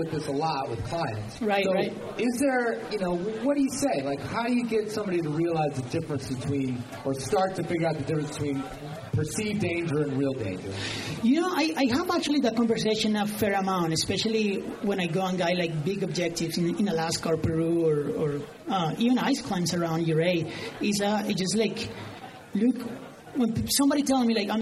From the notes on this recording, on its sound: Fear, not loathing, in Las Vegas (Live). I get a decent recording from the live event at Mountain Gear‘s Red Rock Rendezvous. This premier climbing festival brings in hundreds for clinics, climbing, music, beer, and…well, lots of beer.